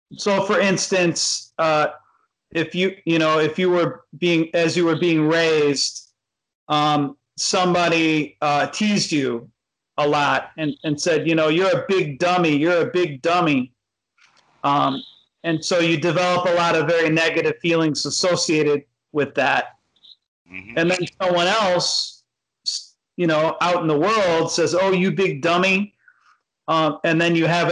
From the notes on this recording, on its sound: Skype calls on this channel.